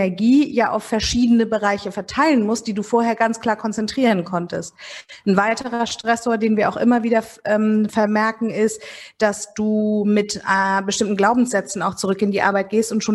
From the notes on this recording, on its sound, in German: im Rahmen eines Live-Podcasts zum ROCK N RAISE Festival von Mama Meeting